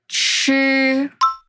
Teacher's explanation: Tenta combinar o som de T com S, TS e mais um pouquinho de R. Junta tudo, mistura tudo e vamos tentar de novo.